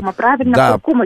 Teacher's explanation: Нас кто-то подправил, что в слове куркума ударение на А. Нет, куркума на У вторую.